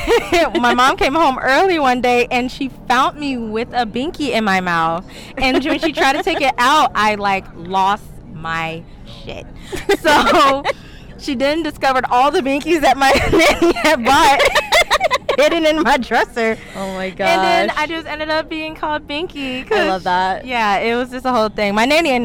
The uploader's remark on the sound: Meetup Live. Mini interviews live at the NYC and ATL meetup.